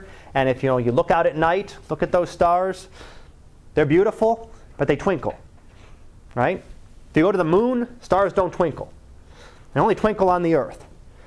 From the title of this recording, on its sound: Live Class Lecture